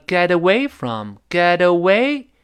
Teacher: 注意这个搭配里面读的最重的是 away